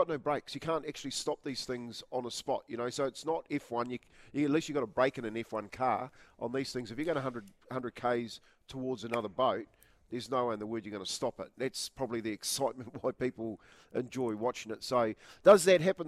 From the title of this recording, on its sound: LIVE from Sail GP NZ